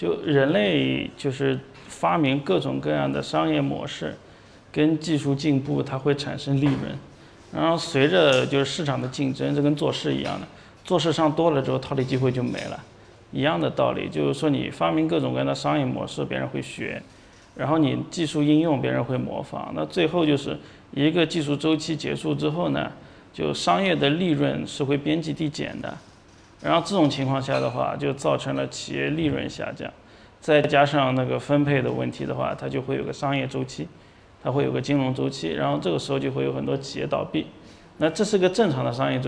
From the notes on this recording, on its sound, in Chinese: 本期音频来自2019DNOC期权夏季嘉年华，圆桌论坛部分内容分享